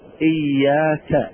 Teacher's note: نقول إياك بفتحة غير مشبعة على الكاف، يعني لا نقول إياك نعبد وإياك نستعين، هذا خطأ.